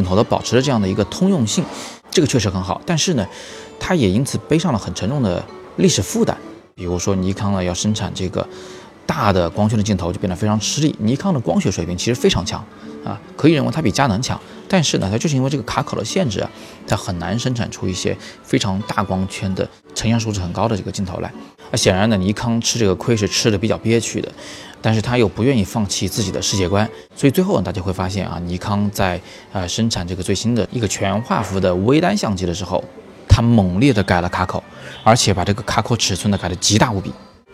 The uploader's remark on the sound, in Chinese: 我是在三里屯的Costa陪大家早自习，所以稍微有点噪音，请大家见谅。